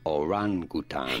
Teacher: Want to stress on the second syllable, the ran syllable.